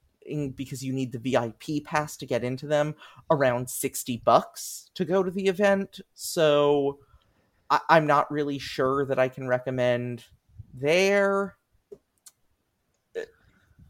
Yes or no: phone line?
no